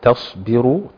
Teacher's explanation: وعندنا برضو تصبروا، تخليصات برضو، التاء مرققه ثم الصاد مفخمه، وبعد كده الراء مفخمه بعد الباء المرققه